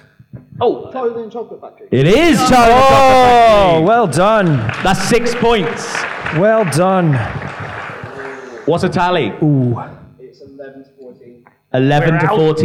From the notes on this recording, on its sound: We celebrated this by holding a screening of The Prestige followed by a lovely live podcast in London.